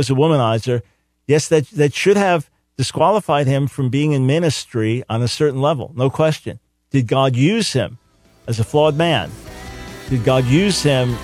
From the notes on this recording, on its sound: Opens the Phones